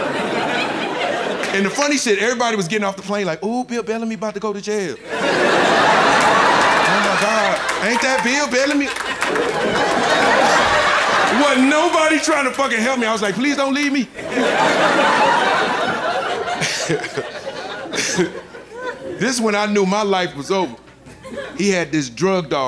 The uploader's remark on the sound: Live from Tribeca